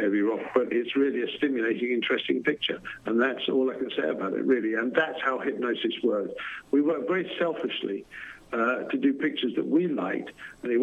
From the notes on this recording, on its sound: Called in for a chat about his career and his new podcast.